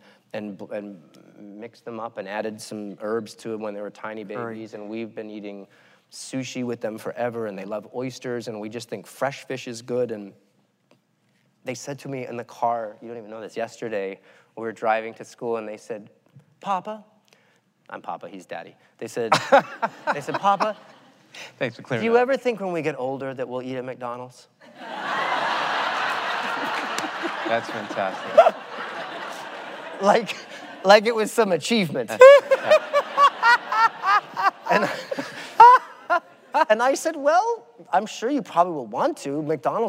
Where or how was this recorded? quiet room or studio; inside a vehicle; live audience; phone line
live audience